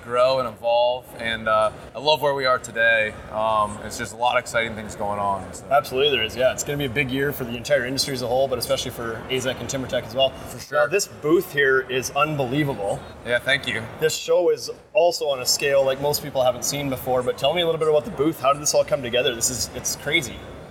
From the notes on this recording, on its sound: Live from Las Vegas at IBS 2019